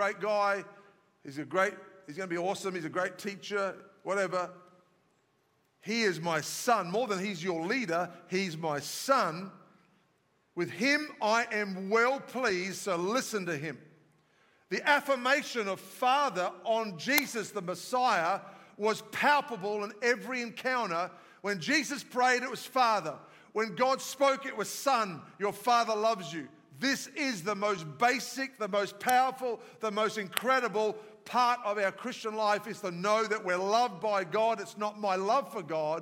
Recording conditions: large echoing room